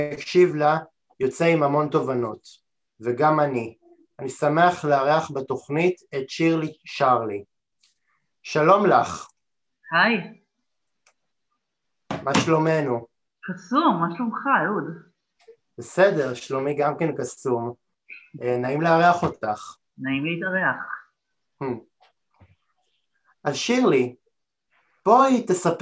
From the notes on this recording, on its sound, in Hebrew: מתנצל אם במהלך ההקלטה תחוו בעיות באיכות הסאונד זה נבע מתקלות באינטרנט שאיתן התמודדתי